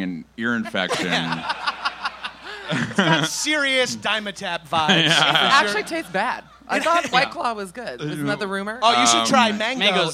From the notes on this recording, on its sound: Recorded live in Brooklyn, NY.